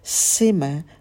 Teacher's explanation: Наш язык идет наверх, чтобы звук получился немного шепелявым.